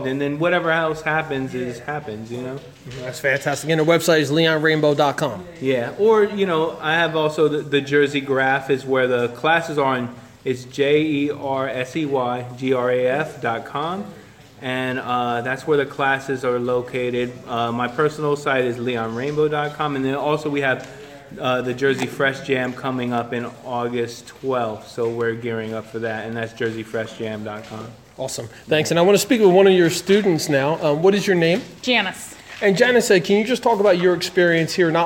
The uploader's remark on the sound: during the Graffiti Summer School class at Terracycle in Trenton NJ